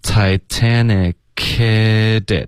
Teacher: 可 hitit。对。到底是读成他这里写的是 kit 或者 kick，变成一个 kick，结尾的科的音我不知道从哪儿来的。可是这样的，就是 Titanic 这个科跟 hit 的这个 h 呢，两个连发的时候呢，你就听不到这个 h 的音了。OK，因为一个清辅音的爆破音呢，自带着一些这个送气的的这个声音。OK，所以就是如果你连着发呢，你几乎就听不见了。Titanic，k，所以 hit 的这个 h 不见了，然后 hit 的 t 呢也会浊化成一个 d 的音